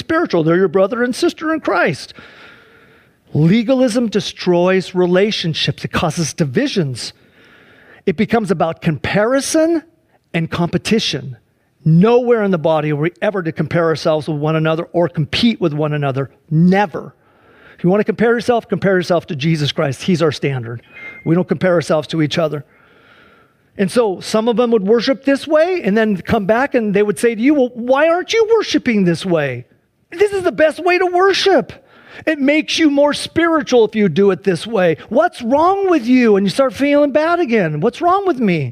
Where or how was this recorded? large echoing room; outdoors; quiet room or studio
large echoing room